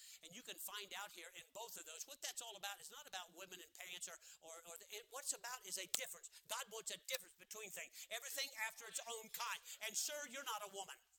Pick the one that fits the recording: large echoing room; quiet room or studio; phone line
large echoing room